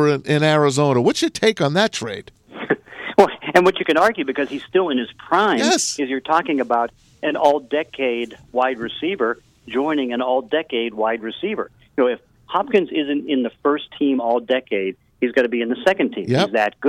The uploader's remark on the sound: joined on the phone